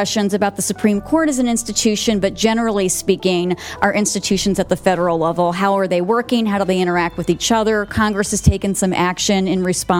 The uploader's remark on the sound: This panel discussion, from the Gray Center’s May 25 Capitol Hill Conference.